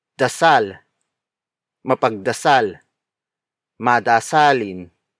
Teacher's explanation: Note that the intonation of the root word changes in both rules. In the mapag rule, it is the last syllable that is stressed, while with the ma-in rule, all syllables of the root word become stressed.